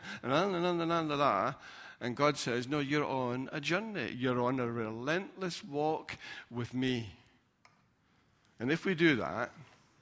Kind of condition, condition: setting, large echoing room